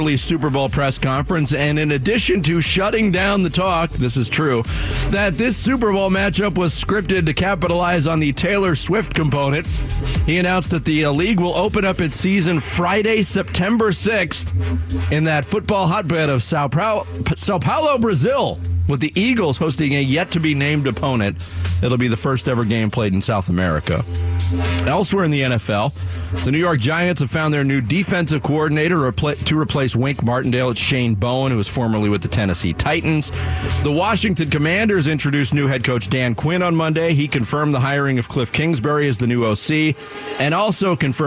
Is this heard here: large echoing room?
no